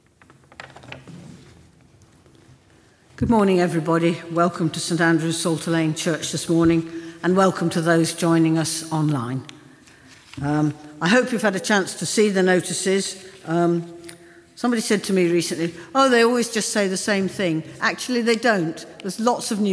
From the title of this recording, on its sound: St. Andrew's Psalter Lane Church Second Sunday in Lent 10:30am service